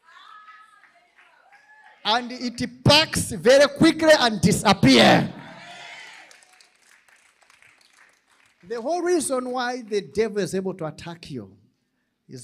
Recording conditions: live audience